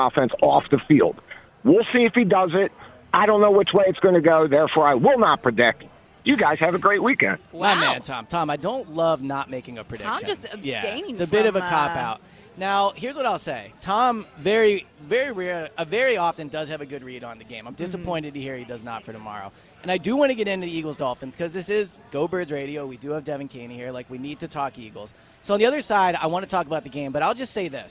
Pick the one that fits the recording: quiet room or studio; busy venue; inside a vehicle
busy venue